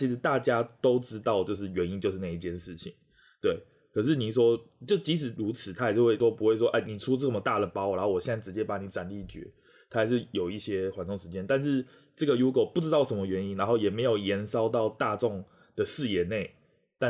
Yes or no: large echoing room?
no